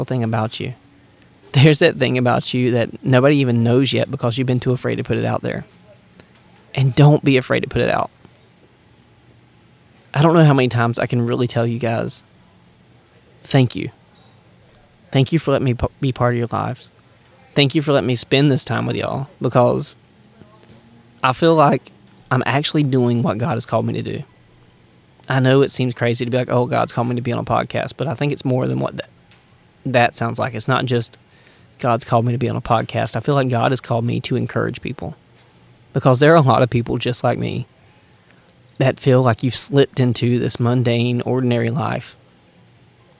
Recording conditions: outdoors